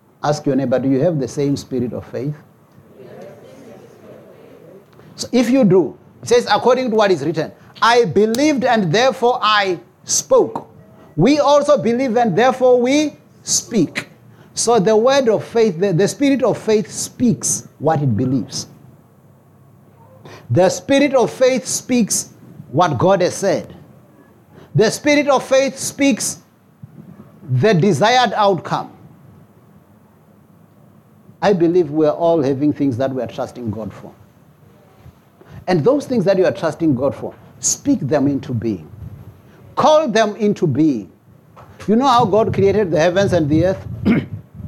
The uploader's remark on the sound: preached at Jesus the Saviour Church, 185 Bobs Way, Eersterivier, Cape Town on 18 February 2024.